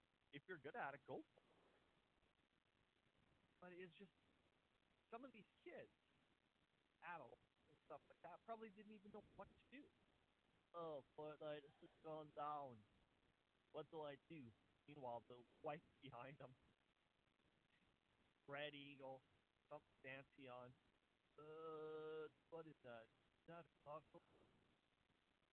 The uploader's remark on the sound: The audio is a little quiet cuz I tried something a little different.